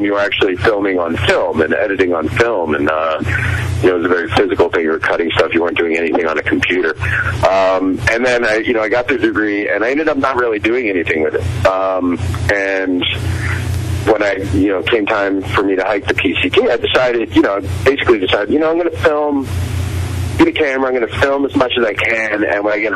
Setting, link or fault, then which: link, phone line